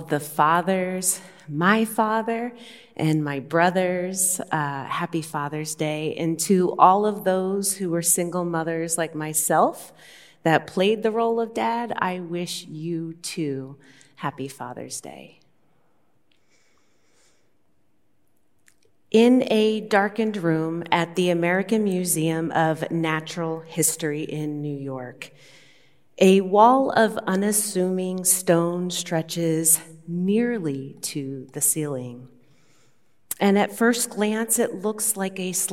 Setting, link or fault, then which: setting, large echoing room